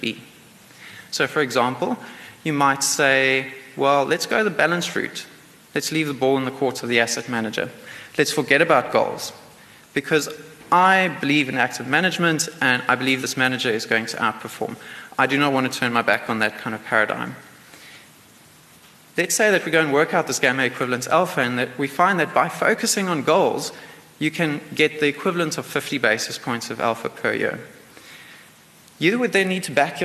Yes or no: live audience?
yes